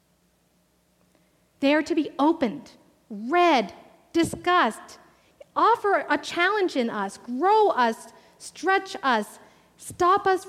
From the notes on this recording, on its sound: Live Worship Service.